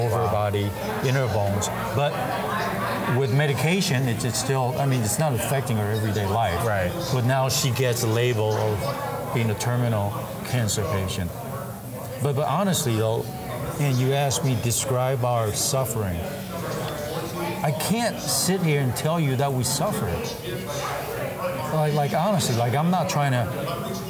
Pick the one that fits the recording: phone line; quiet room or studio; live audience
live audience